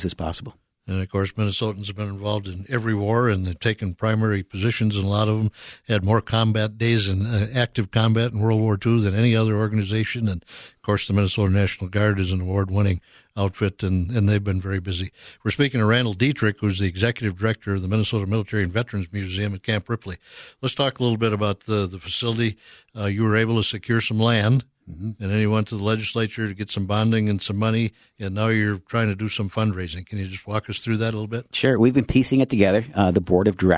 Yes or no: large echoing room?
no